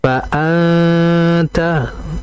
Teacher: Berikutnya nun ketemu ta itu ikhfa hakikiyah, ikhfa maka disamarkan fa anta, dan ikhfa ini termasuk guna yang sempurna sehingga bacaan engnya atau samarnya itu harus ditahan dengan jangka yang cukup lama